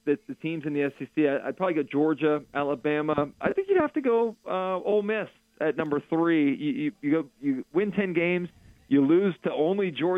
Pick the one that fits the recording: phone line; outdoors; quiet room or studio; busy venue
phone line